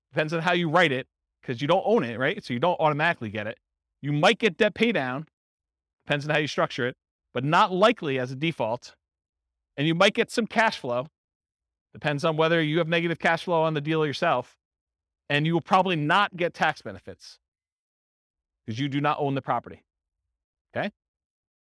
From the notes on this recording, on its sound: Real estate entrepreneurs in New Haven, Connecticut. This was a live class recorded. The live in-person version.